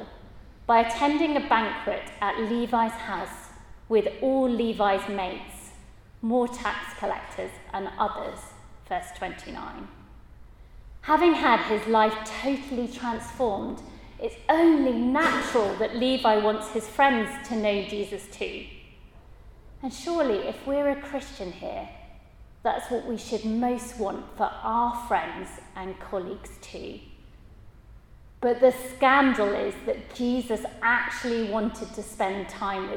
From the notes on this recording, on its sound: at a Christians in Parliament Chapel St Mary's Undercroft on 17th October 2023.